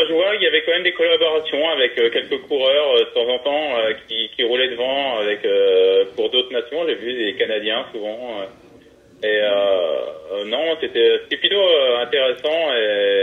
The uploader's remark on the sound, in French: j’appelle au téléphone